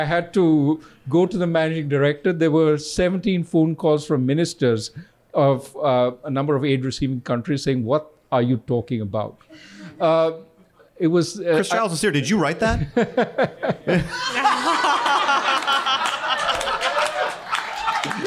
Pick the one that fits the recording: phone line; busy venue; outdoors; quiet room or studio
busy venue